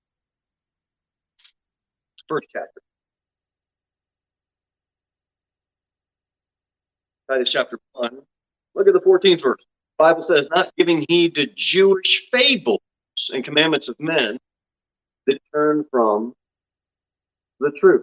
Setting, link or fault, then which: setting, large echoing room